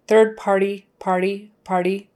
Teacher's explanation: And then when I get talking fast, those two vowels, um, RE, and the T in the middle is going to kind of go into very soft thing, a very soft D slash T kind of thing